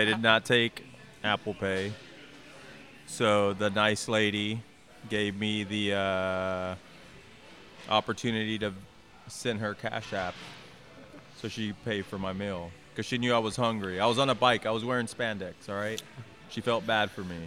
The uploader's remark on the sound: This week we stop by Urban South HTX.